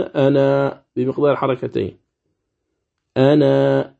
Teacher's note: قال: قيدناها بحالة الوصل لأنه لا خلاف في حالة الوقف، يعني عند الوقف على لفظ أنا اتفق القراء على أنهم يقولون أنا بمقدار حركتين، أنا بمقدار حركتين، لكن حال الوصل حصل الخلاف.